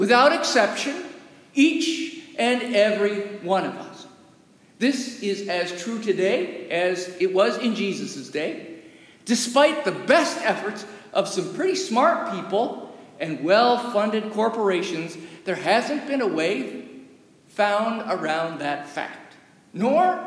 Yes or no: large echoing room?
yes